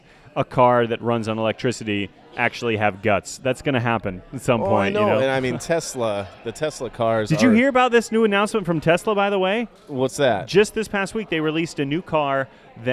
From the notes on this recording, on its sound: recorded at Off The Vine